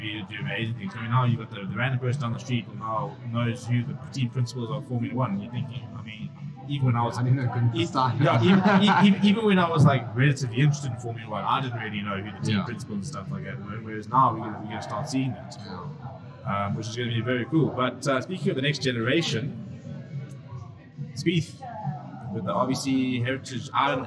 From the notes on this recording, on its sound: We apologize in advance for the quality of this episode. Due to loadshedding we were forced to record in a noisy area and some equipment failed which resulted in a poor audio quality.